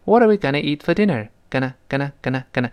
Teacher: 就舌尖儿一弹跳就过去了